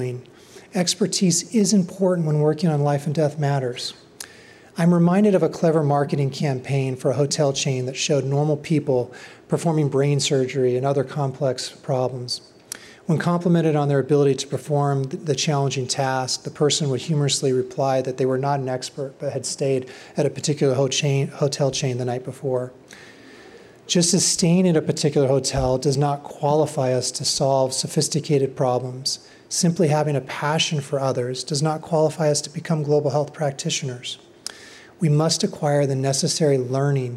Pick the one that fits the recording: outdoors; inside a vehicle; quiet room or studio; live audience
live audience